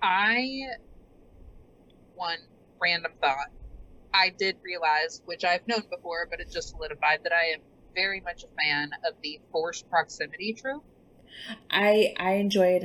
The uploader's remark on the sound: We had to film from our own homes this week so please excuse our crazy audio